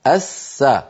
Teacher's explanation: اللام ليس عليها سكون والسين عليها شدة، الس دليل على أن اللام لام التعريف قد أدغمت في السين